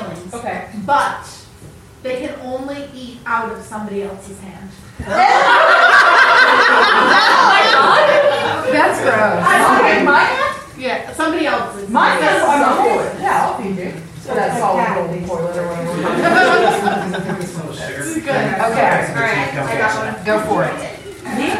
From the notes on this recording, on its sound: Prom Night Live Show. We decided to share the live & uncut Prom Night recording with you! Add some singing and audience participation in the mix.